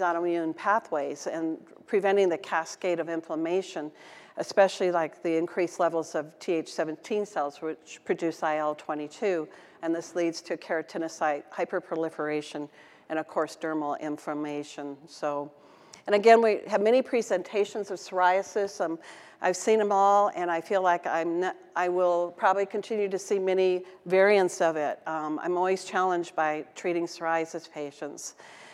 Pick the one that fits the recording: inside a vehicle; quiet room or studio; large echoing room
large echoing room